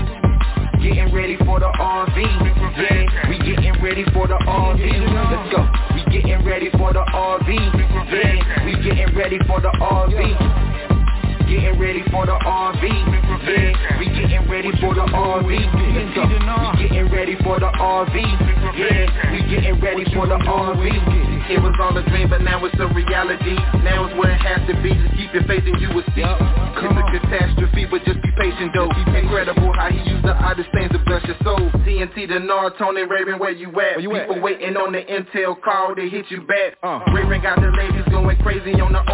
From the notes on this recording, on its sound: TNTSuperfantastic Conference Call